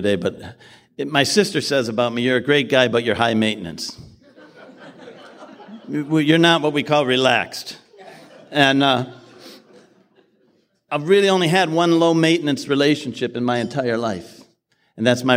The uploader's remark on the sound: His share at the 2020 Nashville TN conference as a Keynote speaker is incredible.